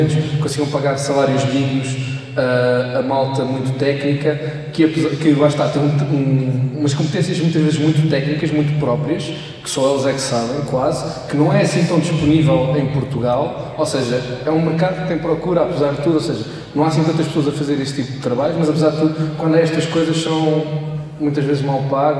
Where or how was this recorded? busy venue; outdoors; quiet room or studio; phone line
busy venue